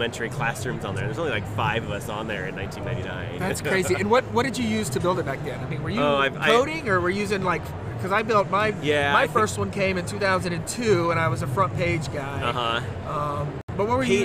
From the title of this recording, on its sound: Live from GaETC 2017